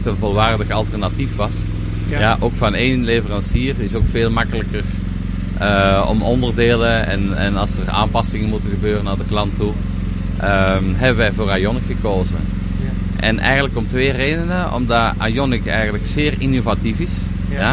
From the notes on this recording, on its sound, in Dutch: Podcast live vanuit de Schoonmaak Vakdagen in Houten.